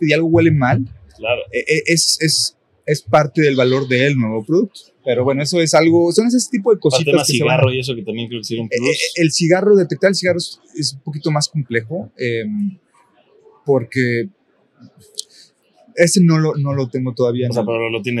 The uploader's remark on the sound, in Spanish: grabado durante la Expo Renta Vacacional en Cancún